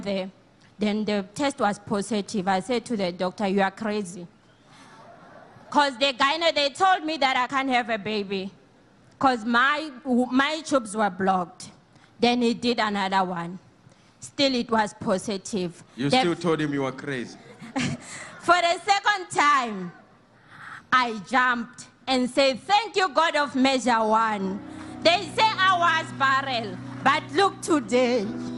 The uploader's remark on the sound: Sunday Live Service 21/05/17